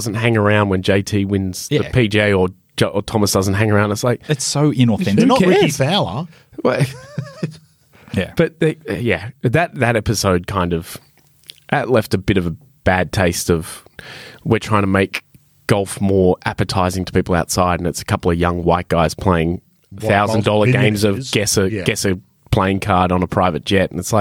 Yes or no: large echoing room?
no